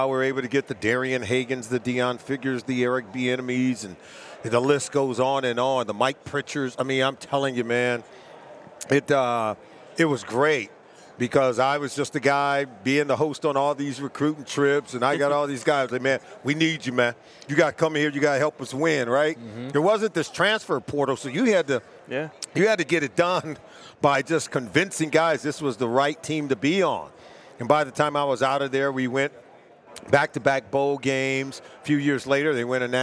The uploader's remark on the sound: live from Las Vegas at Super Bowl LVIII Radio Row